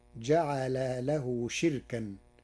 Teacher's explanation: قرأ ورش كلمة شركاء بكسر الشين وإسكان الراء وحذف الهمزة، فتصير جعل له شركا أي اسم مصدر.